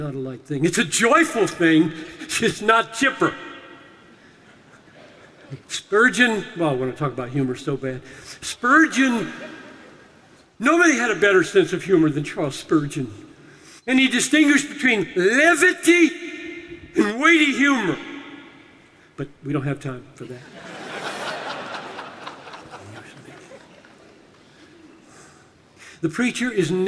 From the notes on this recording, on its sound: Delivered this message during a breakout seminar at the Sing! 2018 Conference in Nashville.